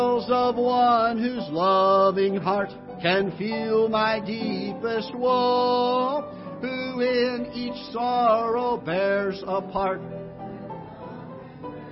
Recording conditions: large echoing room